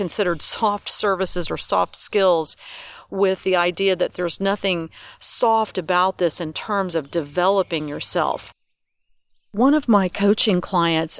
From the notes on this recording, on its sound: Musical soundtrack courtesy of owls, crows, tree frogs, sweetly singing birds & various buzzing things. I’m creating new meditations while sitting by the river, surrounded by the sounds of nature. Tree Frog - The sounds of nature are the music for this podcast episode.